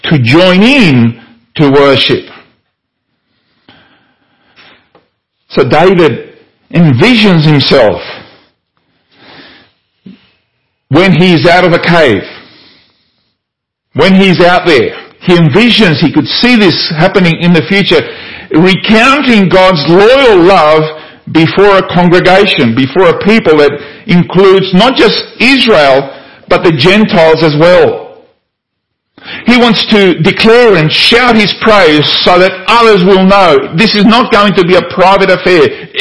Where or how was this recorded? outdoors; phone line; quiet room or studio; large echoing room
large echoing room